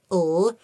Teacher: L is what's known as a lateral, L, because the air escapes laterally along the sides of your tongue when you say it